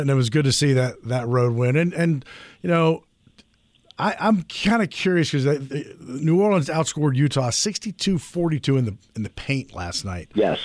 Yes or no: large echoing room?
no